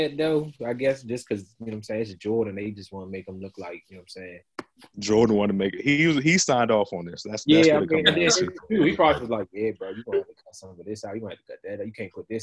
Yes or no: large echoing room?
no